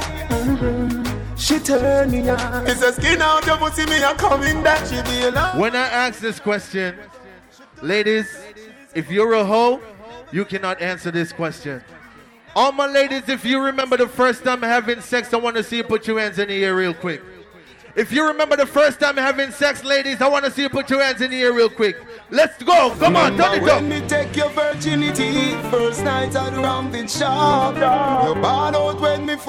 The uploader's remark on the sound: LIVE AT ISLAND SATURDAYS ON 9/22